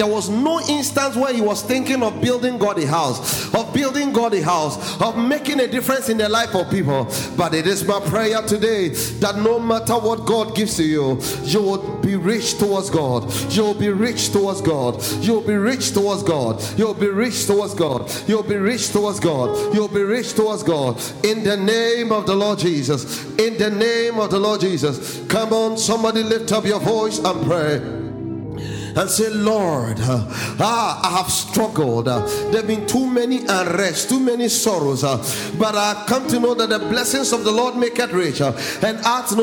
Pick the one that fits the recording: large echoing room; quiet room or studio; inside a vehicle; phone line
large echoing room